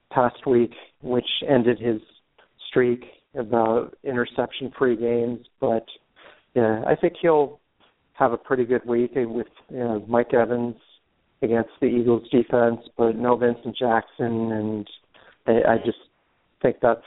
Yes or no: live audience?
no